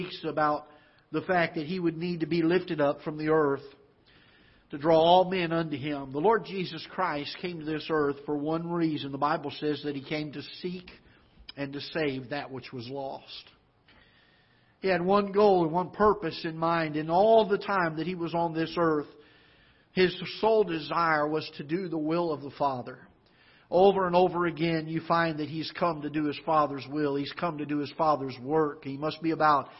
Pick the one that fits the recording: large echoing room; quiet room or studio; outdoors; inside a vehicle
large echoing room